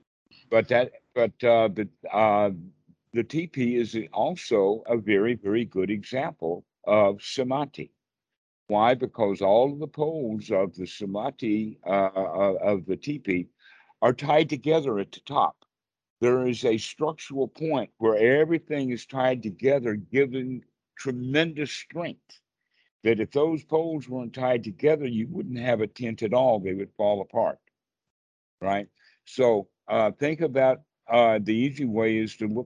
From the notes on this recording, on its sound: Skype calls on this channel.